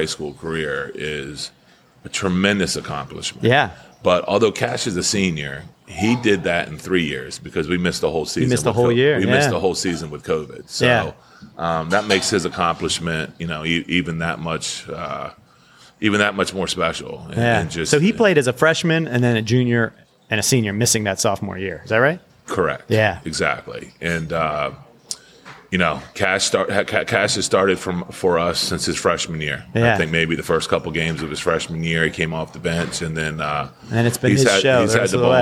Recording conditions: busy venue